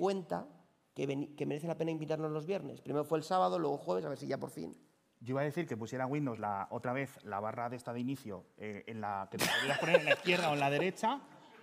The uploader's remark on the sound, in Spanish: Capítulo especial grabado en directo con público. En la TRG23.